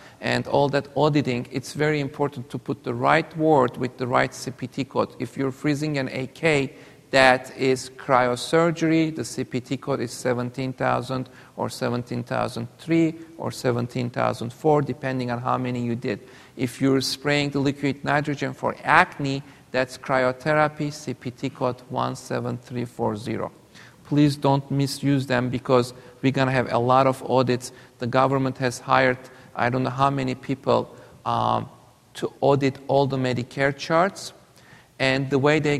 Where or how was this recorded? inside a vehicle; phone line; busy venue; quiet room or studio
busy venue